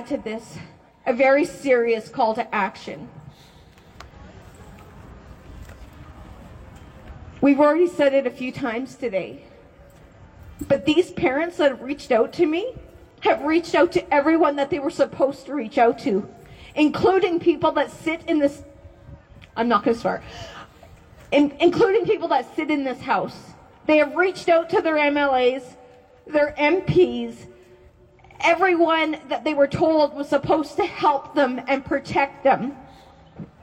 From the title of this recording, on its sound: Press Conference at the Alberta Legislature